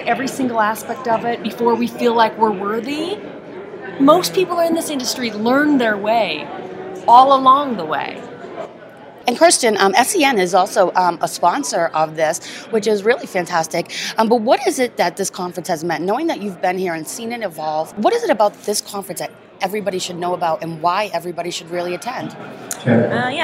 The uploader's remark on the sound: Live from the floor of the BLC. Broadcasting from the middle of the NSCA Business Learning Conference.